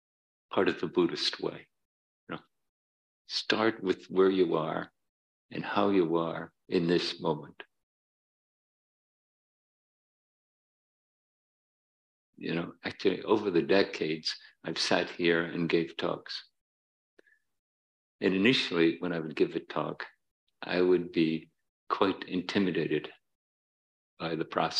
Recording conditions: large echoing room